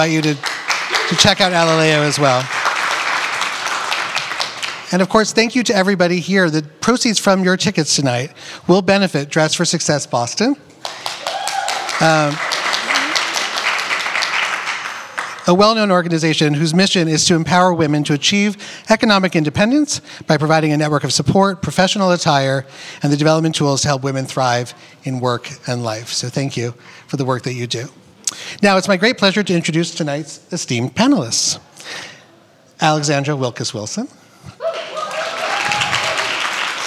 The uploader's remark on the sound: The Retail Darwin LIVE BOSTON June 2023. We did it LIVE! Seaportbost.